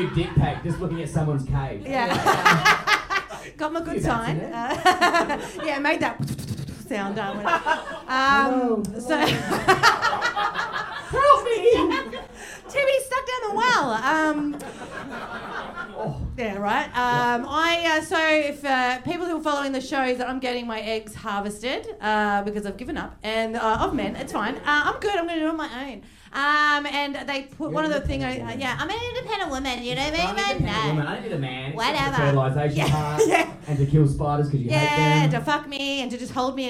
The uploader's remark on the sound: This is the first of our live shows for Melbourne comedy festival